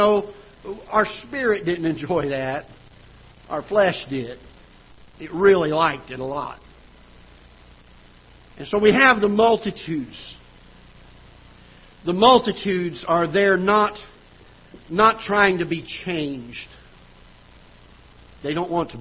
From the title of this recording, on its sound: Ketha Heights Baptist Church ~ Live Broadcast